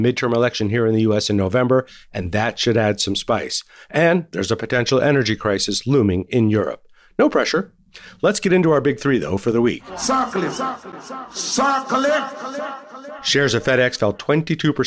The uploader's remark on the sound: Live from Future Proof